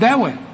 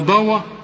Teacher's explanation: الدال دوا ولا ضوا؟ كل دال في القرآن مرققة · Shown in: first take